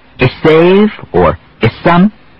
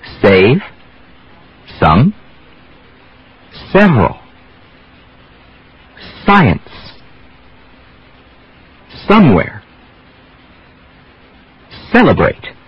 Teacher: when it comes at the beginning of a word, don't put a vowel before it, not S, but S with no voice · Shown in: second take